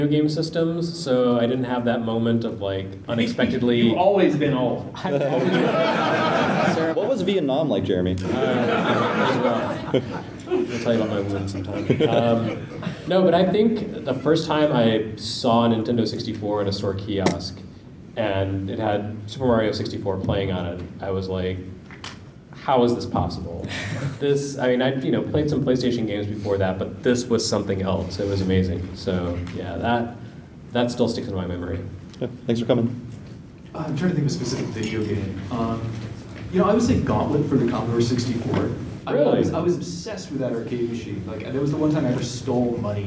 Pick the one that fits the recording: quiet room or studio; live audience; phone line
live audience